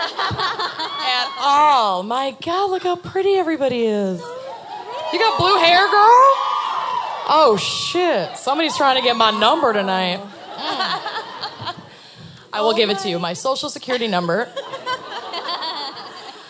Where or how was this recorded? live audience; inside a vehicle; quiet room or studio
live audience